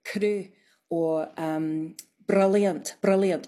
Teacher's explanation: It's just a little tap. It's not a long roll, and that's more common in contemporary speakers. · Term: tapped R